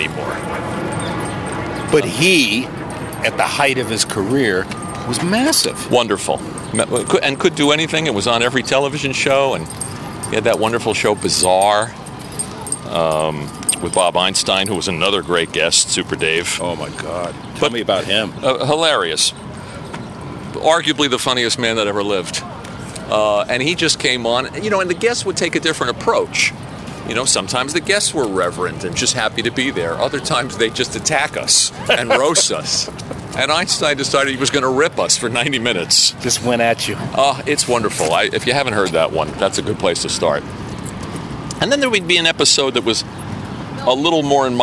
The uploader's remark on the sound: On the Takin A Walk Podcast. Walking and taking on the Upper East side of NY.